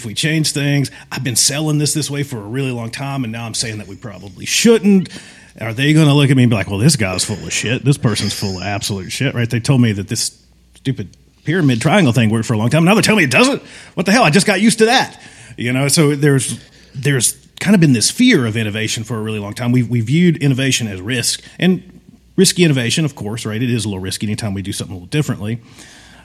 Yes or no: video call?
no